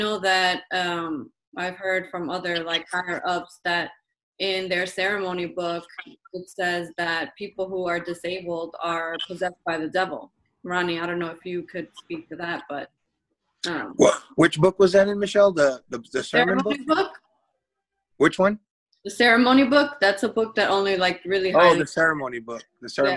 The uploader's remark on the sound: I was blessed to have had a Zoom conversation